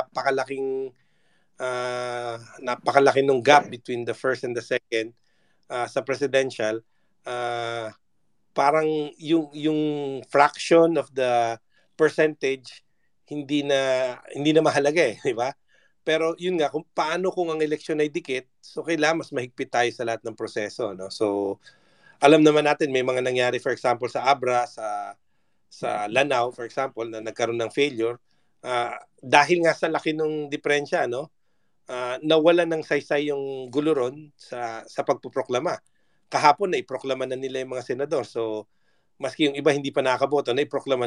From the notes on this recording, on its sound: a live conversation we did over Twitter Spaces